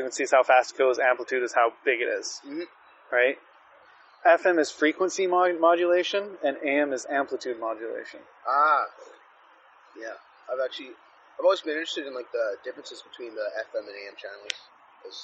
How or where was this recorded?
outdoors